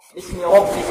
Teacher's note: باسم ربك فخم ربك والباء مرققة